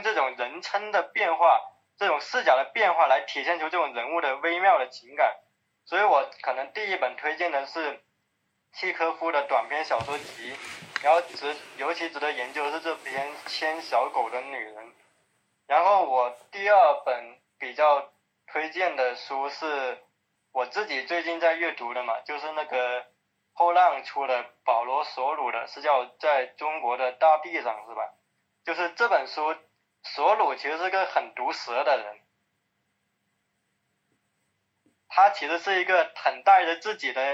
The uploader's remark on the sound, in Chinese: 本期音频由线上分享会录音剪辑而成